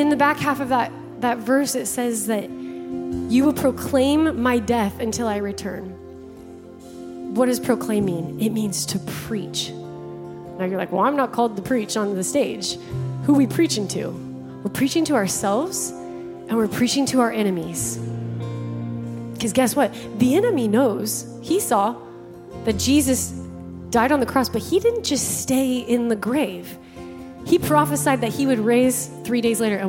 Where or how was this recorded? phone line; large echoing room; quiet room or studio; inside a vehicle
large echoing room